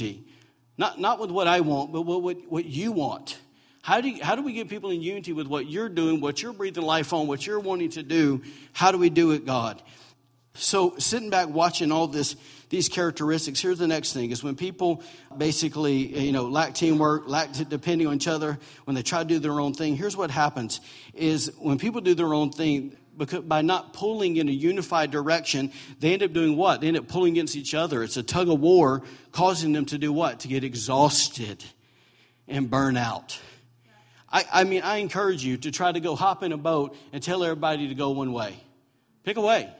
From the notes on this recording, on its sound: recorded November 5, 2017, during Sunday morning servie at Celebration Life Family Church